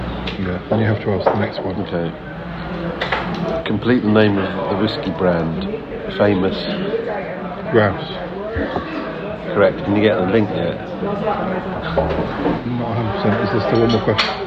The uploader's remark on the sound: Recorded in a local pub.